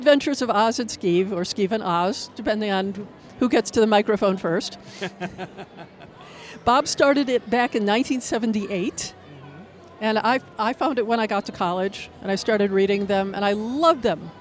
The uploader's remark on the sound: Author Interviews Live From FanX.